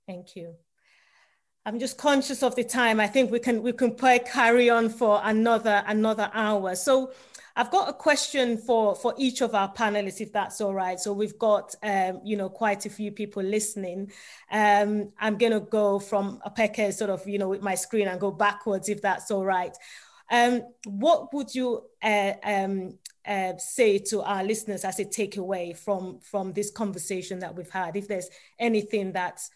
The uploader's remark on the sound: Listen to the audio version of our webinar